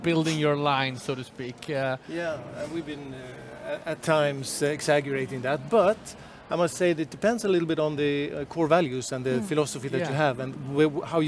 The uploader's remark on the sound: a live talk we hosted at CIFF, Copenhagen International Fashion Fair